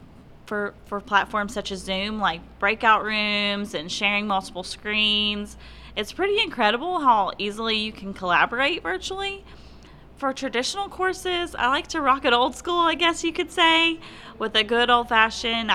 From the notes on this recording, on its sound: This 5th and final Season 2 Episode was recorded live from The ENGAGE22 Conference.